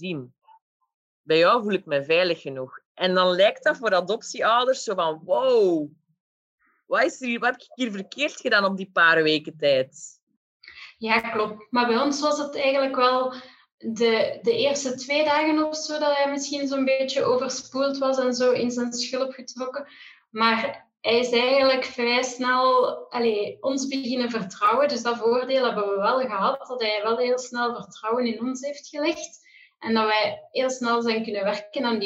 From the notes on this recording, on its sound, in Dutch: In deze aflevering (online opgenomen)